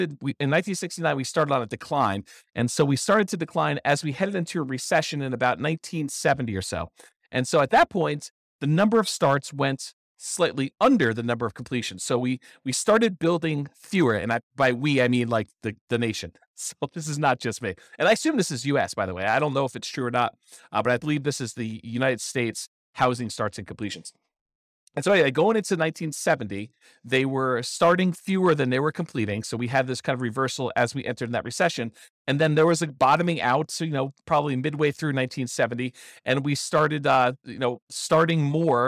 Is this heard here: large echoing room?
no